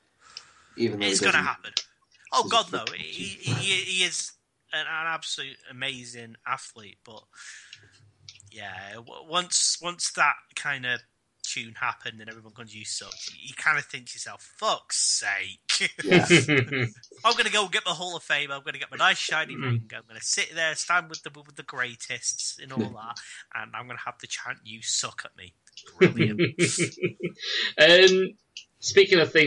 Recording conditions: video call